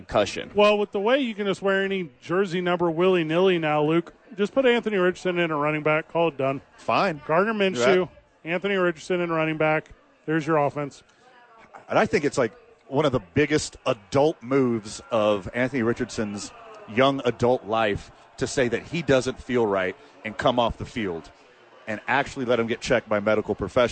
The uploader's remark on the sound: The Bois are live from Howie's Sports Page.